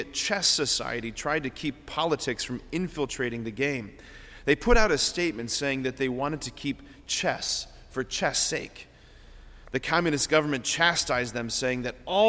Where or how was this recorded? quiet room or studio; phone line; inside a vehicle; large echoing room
large echoing room